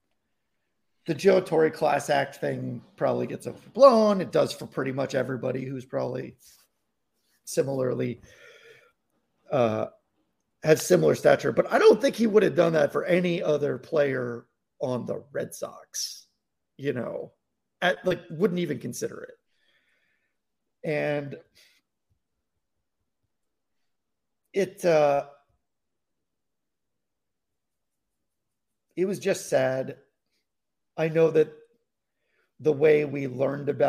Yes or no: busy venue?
no